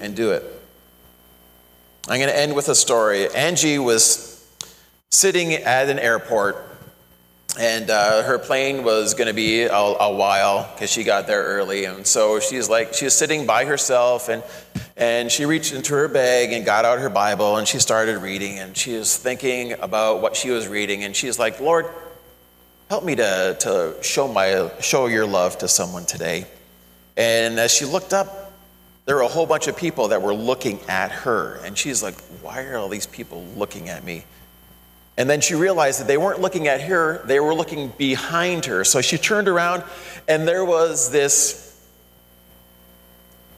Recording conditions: large echoing room